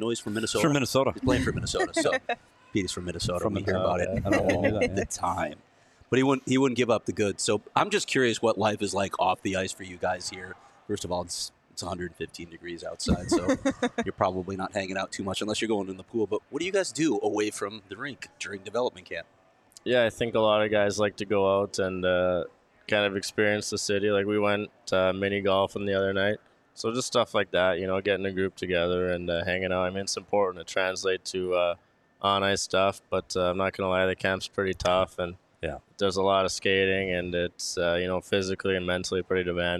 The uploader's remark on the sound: live at the Ice Den Scottsdale